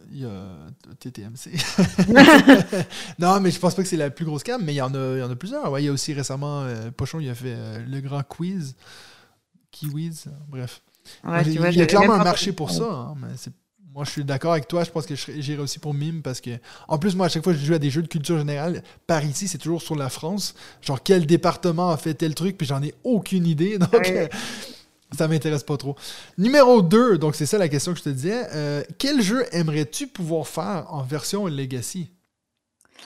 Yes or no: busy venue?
no